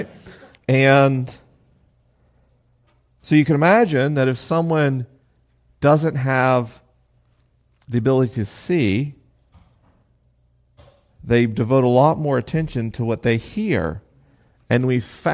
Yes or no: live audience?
yes